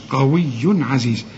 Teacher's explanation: لأن العين من حروف الإظهار، ما تغنش، قوي عزيز، وكلمة عزيز كلها مرققة.